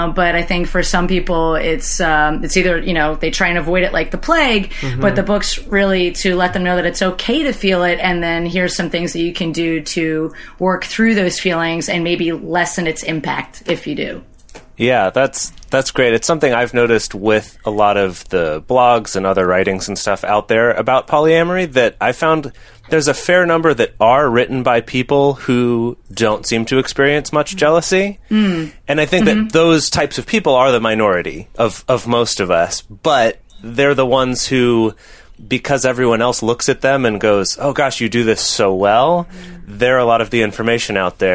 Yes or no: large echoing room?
no